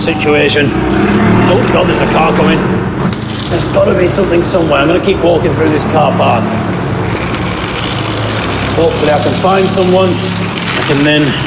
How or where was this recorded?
outdoors